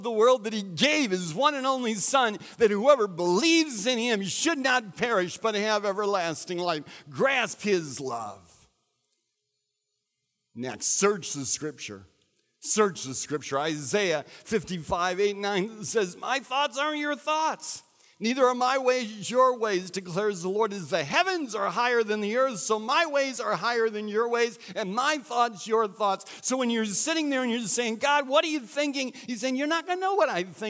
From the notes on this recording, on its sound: recorded at Central: A Christ-Centered Church